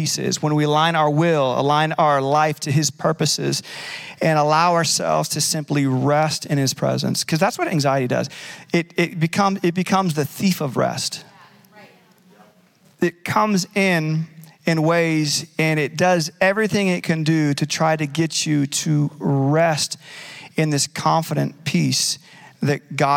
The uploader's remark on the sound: Recorded live at Capital Church in Meridian, Idaho